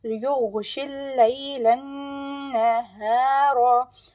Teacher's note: The lam of layla will be joined with the noon of nahara but with ghunna, you know, with complete, most complete ghunna of two haraka long.